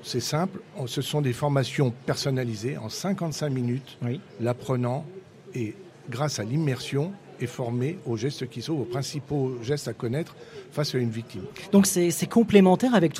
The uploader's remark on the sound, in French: RCF en direct de la 76e Foire de Châlons.